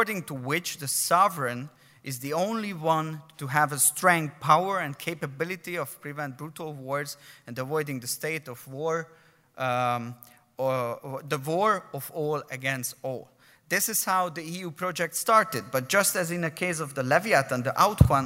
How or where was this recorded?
live audience